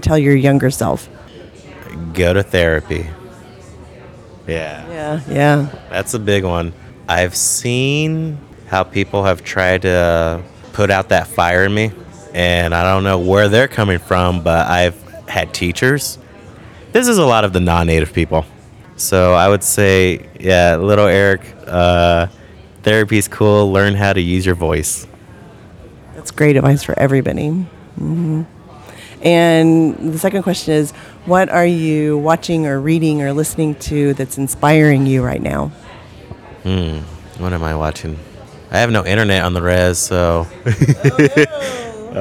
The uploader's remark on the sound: Live from deadCenter